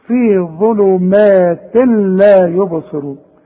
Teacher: ظلمات تنوين وبعده لام، يبقى مش هنطق التنوين ده